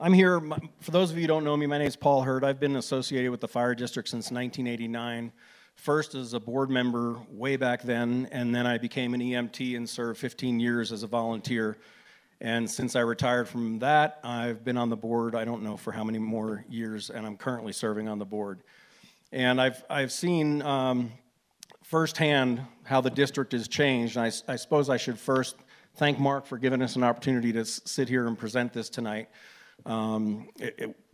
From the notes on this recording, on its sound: KBUT was on hand to broadcast and record the Crested Butte News Candidates Forum held on Sunday, October 22, 2017.